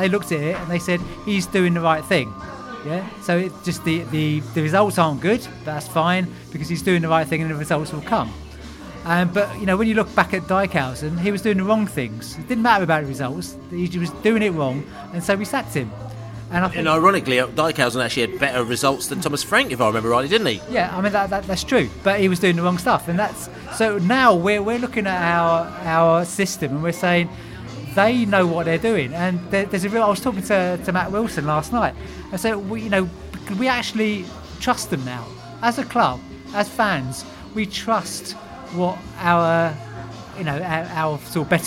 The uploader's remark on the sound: Pre-Match Podcast From The Pub